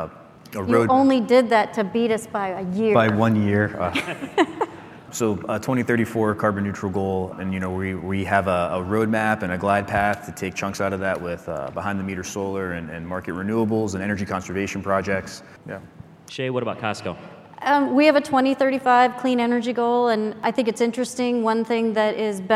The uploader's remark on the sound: Live from NEXT 2023. We're taking a peek at our live Q&A energy manager panel.